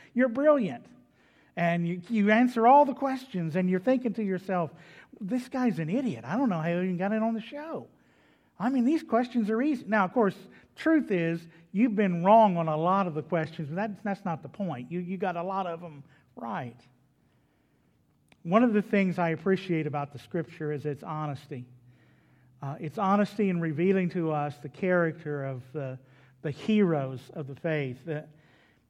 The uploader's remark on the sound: was delivered at Trinity Baptist Church on Wednesday evening, June 16, 2021.